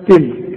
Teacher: تلك فيها همس والكلمة مرققة